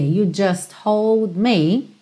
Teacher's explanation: Percebe como você não ouve muito just hold. Nem o T, nem o D.